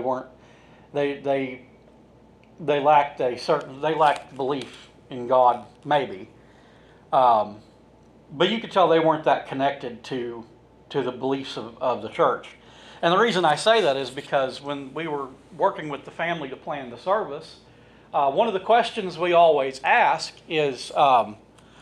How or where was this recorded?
large echoing room